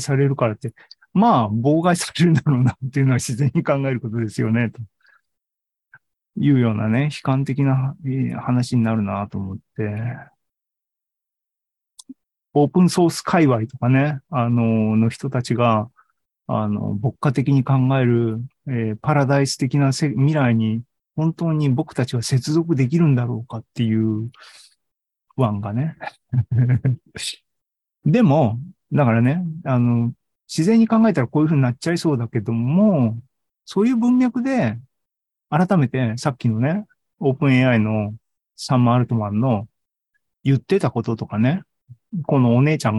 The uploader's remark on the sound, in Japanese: シーズン３７は２０２３年１月２５日に開催した ZOOMライブの模様です